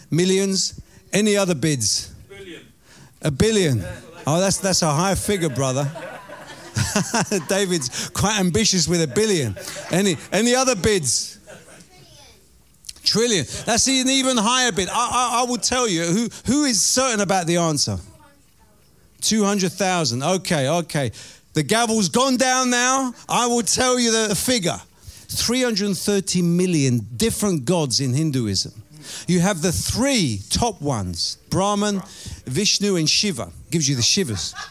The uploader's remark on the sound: Preaching at Oasis Church, Watford, England